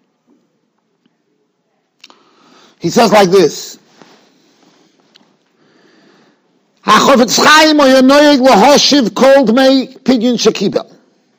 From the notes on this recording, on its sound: Shiur recorded in Yeshivas Ohr Reuven, Monsey, NY.